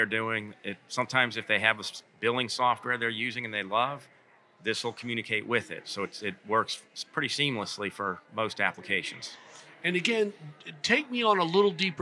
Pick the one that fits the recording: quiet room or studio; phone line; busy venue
busy venue